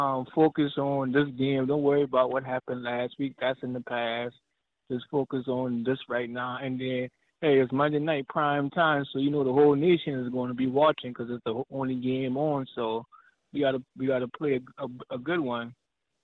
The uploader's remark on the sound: They also hit the phone lines to take your questions.